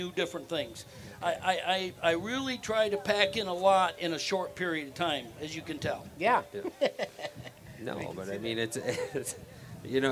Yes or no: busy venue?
yes